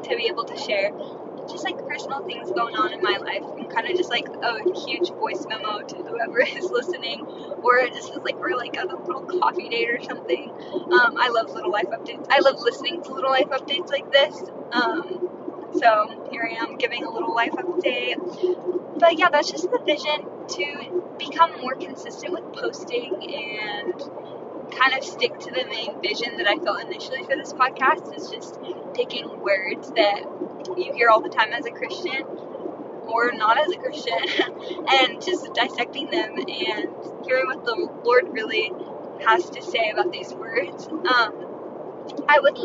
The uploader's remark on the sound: Life update in my car. Sorry about the bad audio in this..I was driving.